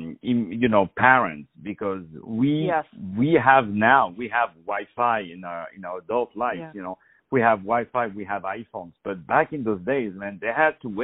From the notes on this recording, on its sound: On the phone